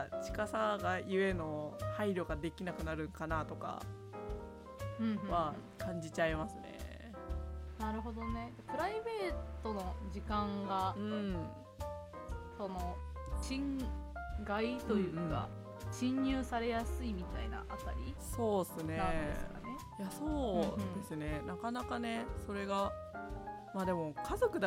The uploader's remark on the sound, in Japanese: 今回、編集の関係上音声が少し小さくなっております。